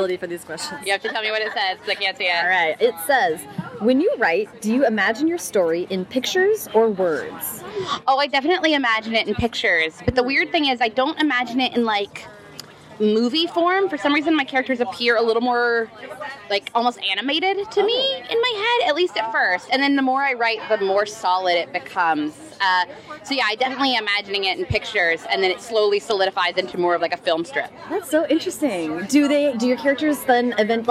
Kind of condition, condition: setting, busy venue